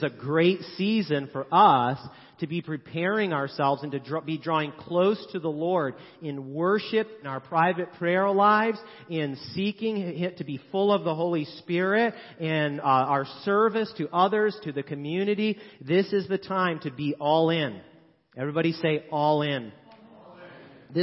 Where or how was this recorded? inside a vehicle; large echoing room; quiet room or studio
large echoing room